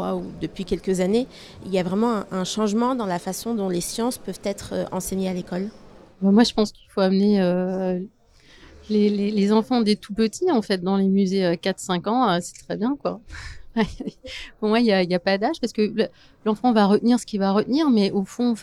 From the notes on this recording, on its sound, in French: Une émission enregistrée en direct des Utopiales.